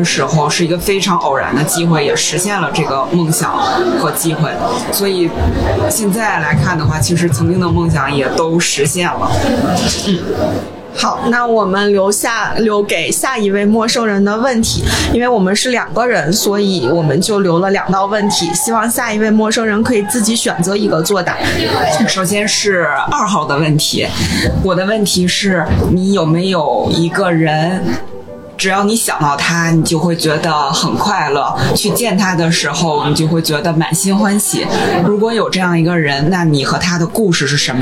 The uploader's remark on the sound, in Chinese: 发现喜剧周嘉年华。在这场嘉年华中，我们再次搭建起了“陌声人电话亭”，让来到这里的人们用声音相聚！它的规则很简单，就是走进电话亭，按下录音键。受限于收音条件，背景音会有些嘈杂，偶尔会有声音忽大忽小的情况，也有因为参与的观众没有念出自己的问题，而导致问题不连贯的情况出现。